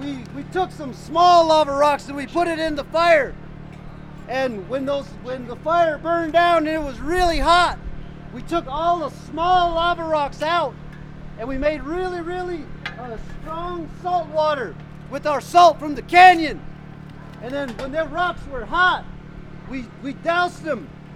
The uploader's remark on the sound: I hit the road and talk with some folks at the 6th annual Apache Harvest Festival at the Ndée Bikíyaa farm in Canyon Day, Arizona